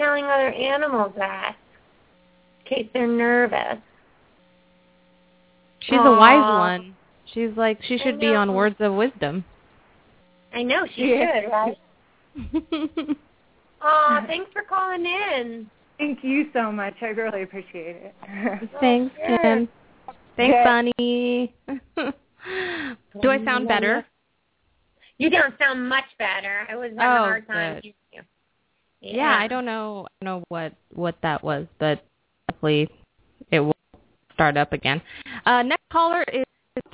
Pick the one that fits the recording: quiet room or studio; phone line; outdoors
phone line